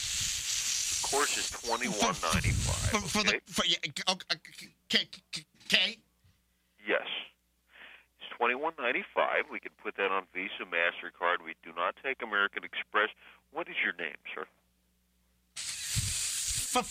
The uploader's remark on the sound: RBCP's Personal Prank Phone Calls Collection